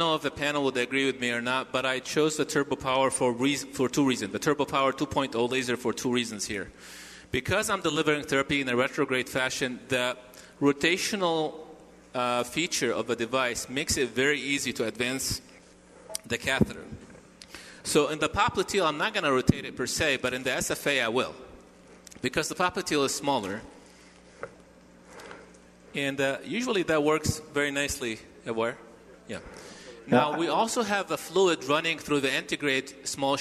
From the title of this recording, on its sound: Live Case Presentation from AMP 20